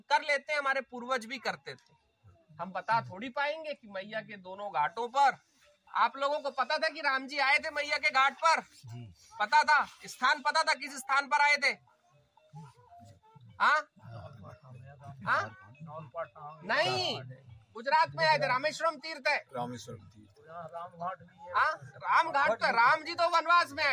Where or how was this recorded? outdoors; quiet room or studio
outdoors